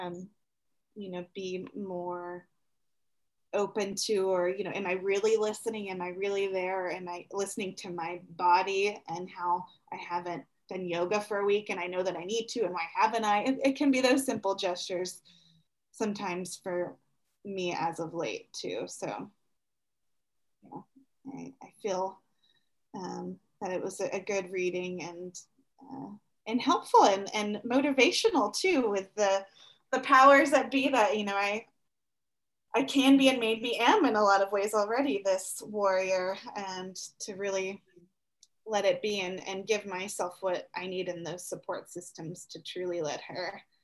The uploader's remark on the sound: We also had some technical issues related to learning to do this via Zoom.